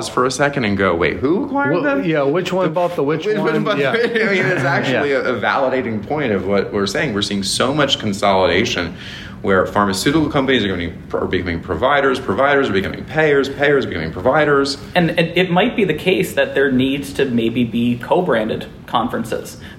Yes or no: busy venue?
yes